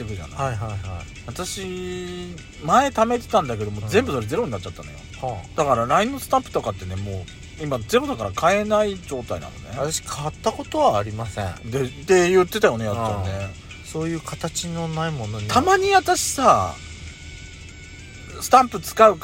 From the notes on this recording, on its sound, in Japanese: 2人組。パーキング収録。スマホ。